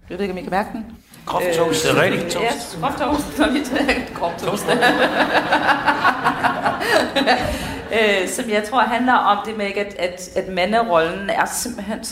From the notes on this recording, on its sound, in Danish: LIVE-udgave. Episoden er optaget i Musikkens Hus under Vigeur LIVE, som var et arrangement fyldt med spændende oplæg og inspirerende mennesker.